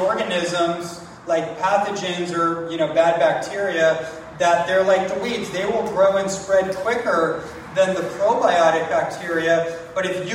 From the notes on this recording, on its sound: live presentation on the island of Kauai